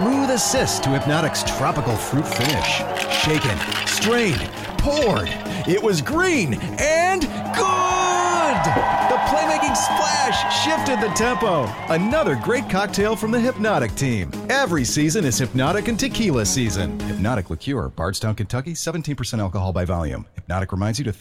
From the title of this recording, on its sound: from Radio Row